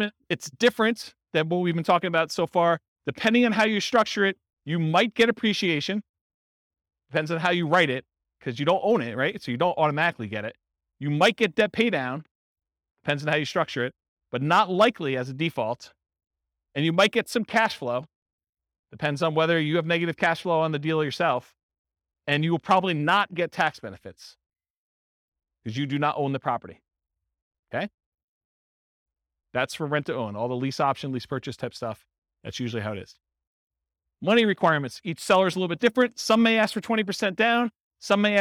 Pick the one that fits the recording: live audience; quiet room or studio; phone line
live audience